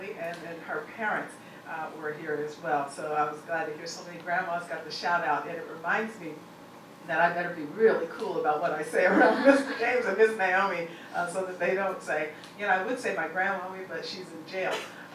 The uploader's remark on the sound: The speaker delivered these remarks at CBLPI's Capitol Hill Intern Summit on June 3, 2016.